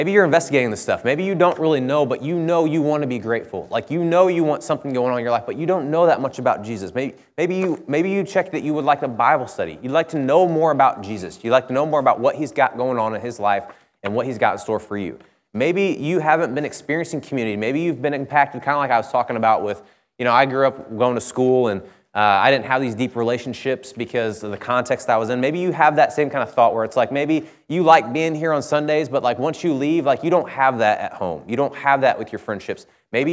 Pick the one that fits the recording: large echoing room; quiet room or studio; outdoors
large echoing room